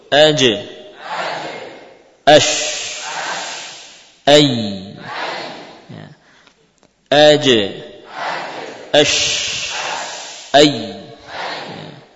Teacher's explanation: Tengah lidah dengan langit-langit ya, dengan apa yang sejajar atau yang terdekat dengan bagian tersebut · Term: tengah-tengah lidah